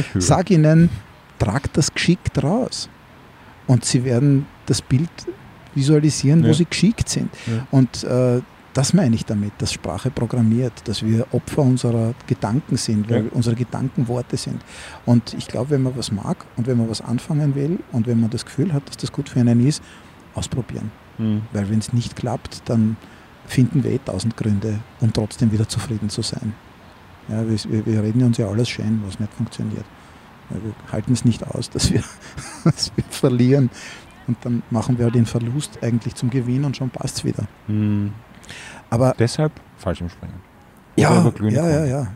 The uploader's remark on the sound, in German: Aufgenommen am Donaukanal.